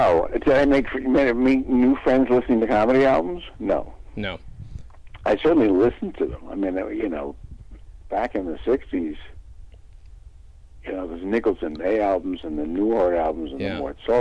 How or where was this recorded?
phone line